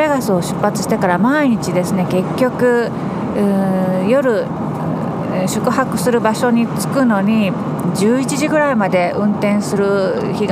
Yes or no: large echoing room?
no